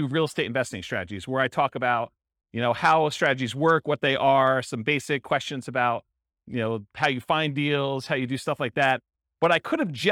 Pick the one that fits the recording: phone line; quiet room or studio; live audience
live audience